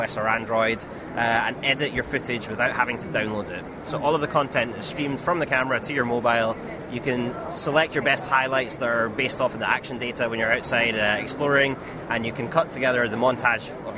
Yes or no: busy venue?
yes